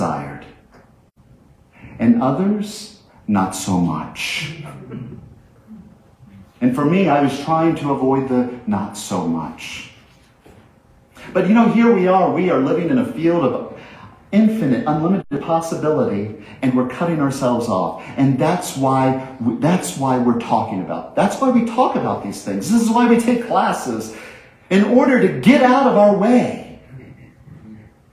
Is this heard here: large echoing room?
yes